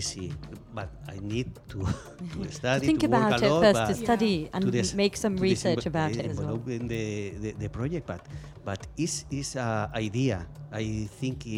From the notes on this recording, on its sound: Live from SHD 2023.